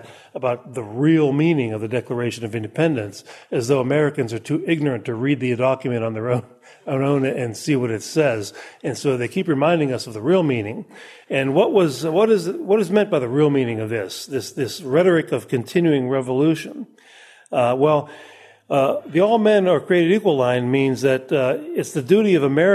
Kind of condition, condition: setting, live audience